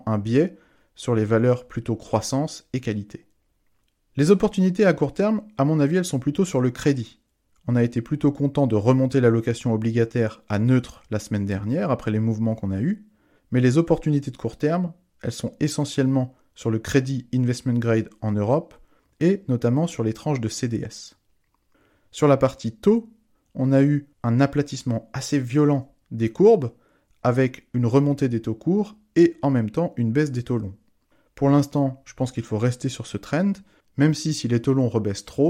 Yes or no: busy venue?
no